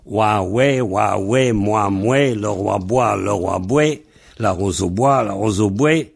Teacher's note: je rappelle que wa se prononce we dans certaines régions